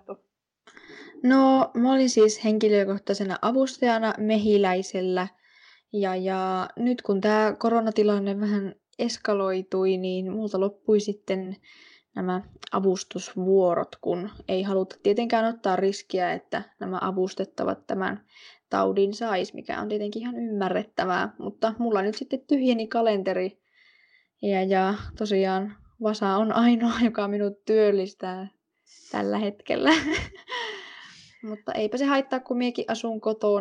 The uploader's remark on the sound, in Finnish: Podcast on äänitetty täysin etänä, koska sen tekijät ottavat ystävällisesti sosiaalista etäisyyttä toisistaan.